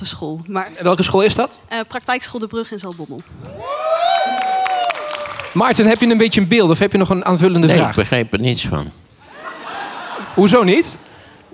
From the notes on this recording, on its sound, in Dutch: In de live podcast tijdens de Dag van het Praktijkonderwijs in Bussum. De twee gaan met de zaal in gesprek.